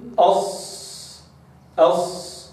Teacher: خرج صوت الصاد بضغط الهواء بين أقصى طرف اللسان والأسنان · Term: حرف الصاد